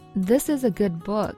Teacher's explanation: 这句话最重的重音是什么？是 book。所以 good 和 book 在这个时候，它的权重就发生了改变。book 这个词，它的原因就会加重，那它也会被拉长一些。那关于这点呢，我们会在节奏和音节中音部分更想起的讲解，因